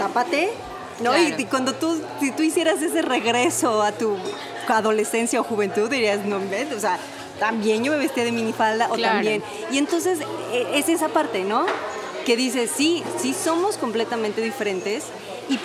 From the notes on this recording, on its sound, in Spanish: Esta vez bajo el ruido de un clásico dinner de la Ciudad de México, cubiertos, pláticas, meseras tomando la orden y mucha comida